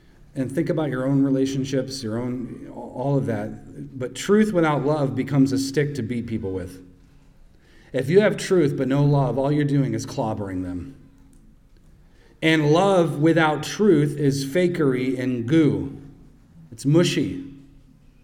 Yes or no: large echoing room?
yes